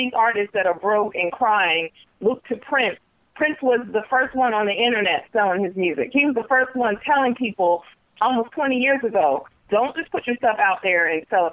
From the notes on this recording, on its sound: we open the phone lines